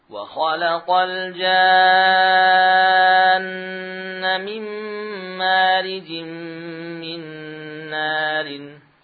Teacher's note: pada saat kita masuk pada huruf nun ada gunnah ya, gunnah yang akmal, gunnah yang sempurna